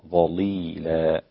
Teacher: في ظليلة بتغليظ اللام بعد الظاء